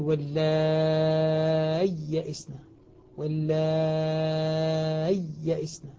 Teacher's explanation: يظهرها، يظهر الياء فينطق بياءين، وبعضهم قال ينطقها بياء وسكت لطيف حتى تظهر الياءان، نعم يعني يقول واللاي يئسن واللاي يئسن هكذا حتى يظهر الياء سكتة مع لطيفة.